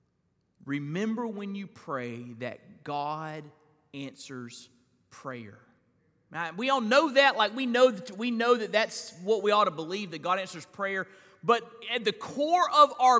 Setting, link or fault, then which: setting, large echoing room